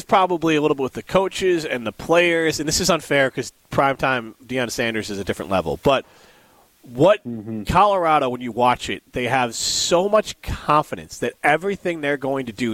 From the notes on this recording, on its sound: Broadcast live from Nakoma Golf Club to help raise money for cystic fibrosis with Revive Restoration.